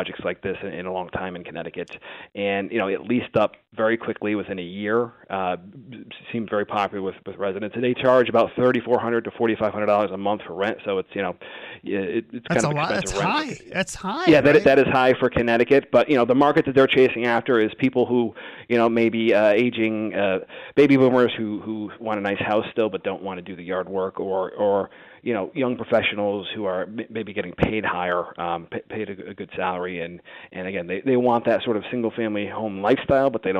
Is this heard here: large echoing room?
no